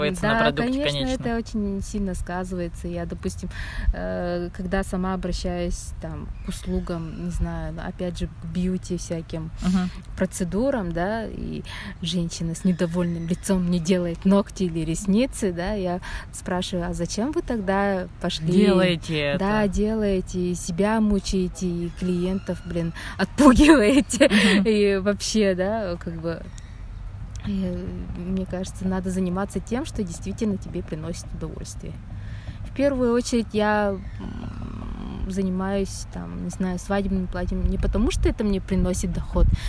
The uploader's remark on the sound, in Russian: Сегодняшний выпуск наполнен кучей лишних звуков и шумов